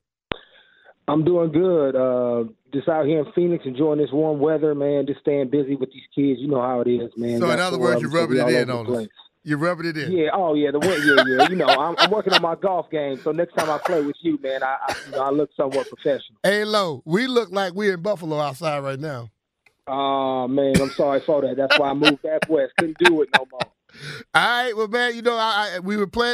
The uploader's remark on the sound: Calls In Live From The Slopes